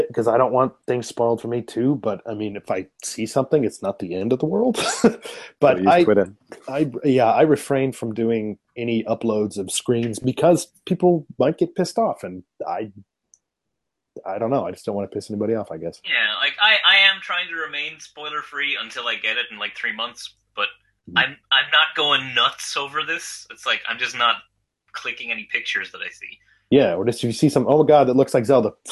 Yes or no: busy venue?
no